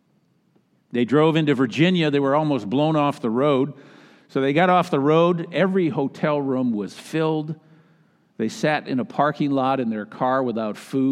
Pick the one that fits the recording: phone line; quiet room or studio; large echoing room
large echoing room